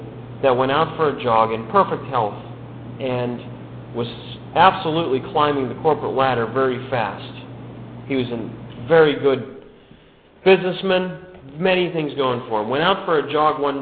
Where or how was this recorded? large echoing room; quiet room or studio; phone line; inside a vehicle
large echoing room